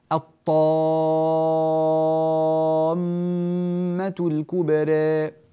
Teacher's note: مدينا ست حركات مد لازم كلمي مثقل